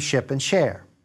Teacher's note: If I hold it just a little bit longer, an extra 50 or 60 milliseconds, then it turns into ship and share. · Term: timing